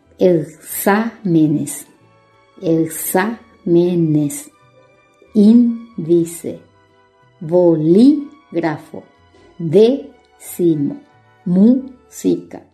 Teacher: las que llevan acento en la antepenúltima sílaba